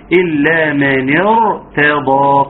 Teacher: اي راء بعد همزه وصل مفخمه. اي راء بعد همزه وصل مفخمه يبقى اذا الراء هنا مفخمه.